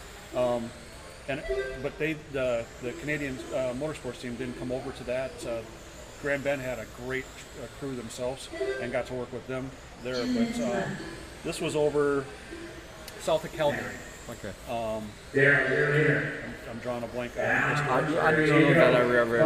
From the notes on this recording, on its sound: Live from the RC Chili Bowl.